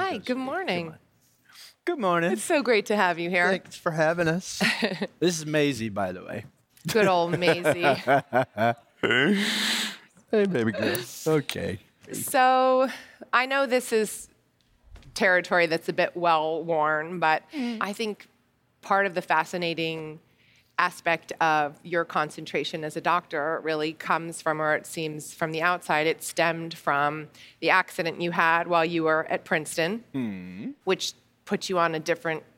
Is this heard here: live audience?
yes